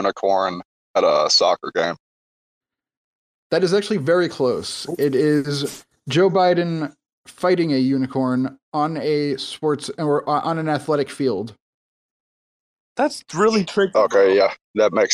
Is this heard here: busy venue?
no